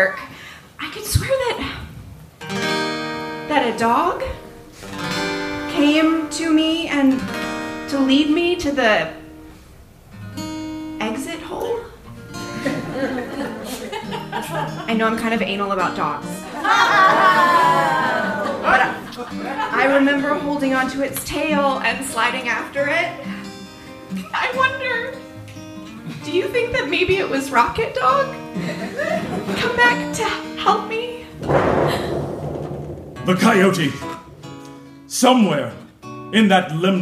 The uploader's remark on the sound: Enjoy this recording of two original audio dramas performed (LIVE) in front of an audience in the spring of 2023. Capital Arts Theater Guild partnered with Artist Soapbox to present ASBX LIVE: Bringing the Outside Inside. Were written to be performed with live sound effects. At Theatre Raleigh Arts Center’s, Lobby Cabaret Theatre.